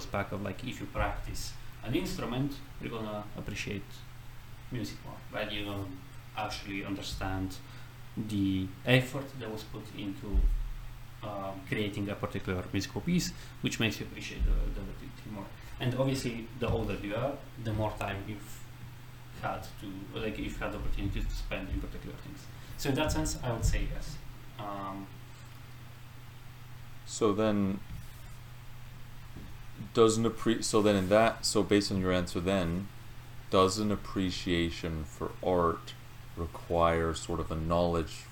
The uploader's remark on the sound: Sorry for the bad audio